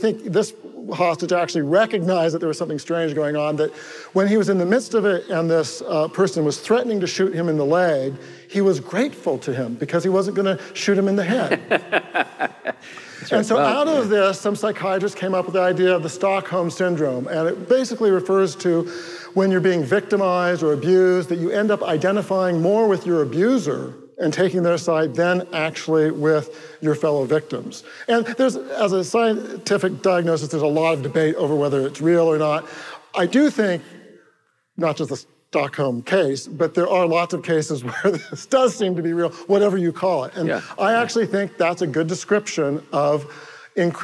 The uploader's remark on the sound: the Pugcast is live at Evangelical Reformed Church in Tacoma, Washington